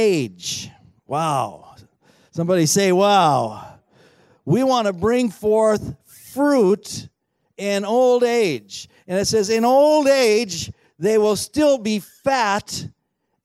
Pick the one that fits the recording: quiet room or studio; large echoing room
large echoing room